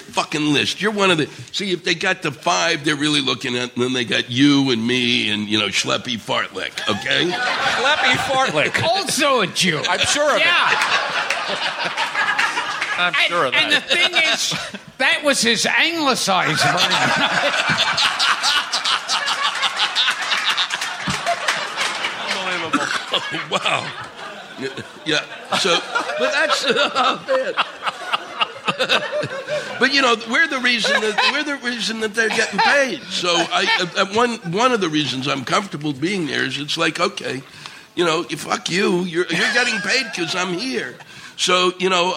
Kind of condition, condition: setting, busy venue